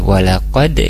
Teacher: Diawali dari walaqad, di sana ada huruf dal sukun, qalqalah, jangan lupa untuk dipantulkan